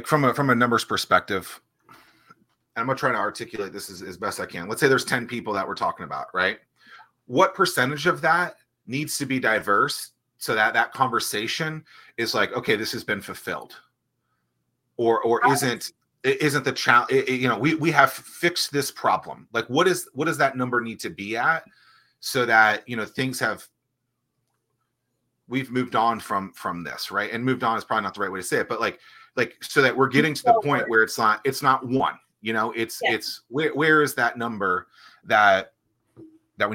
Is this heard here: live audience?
no